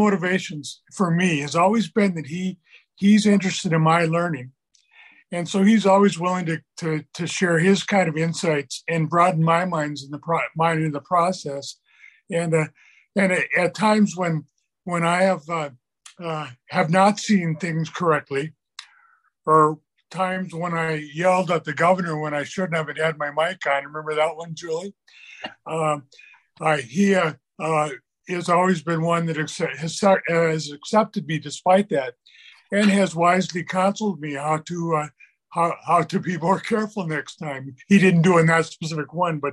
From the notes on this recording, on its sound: I invited those on our Zoom call session - a regular weekly feature of this column - to participate in an ‘open mic’ show, meaning we did not have a guest to interview. Our Monday Zoom participants are from across the state.